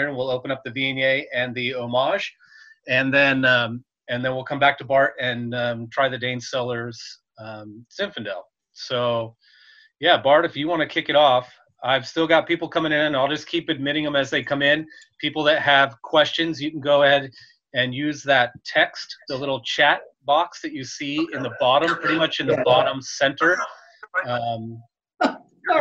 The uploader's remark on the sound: The Wine Makers Podcast did their first Virtual Wine Tasting with Dane Cellars & Sixteen600. They recorded it and decided to release it as a “bonus” show.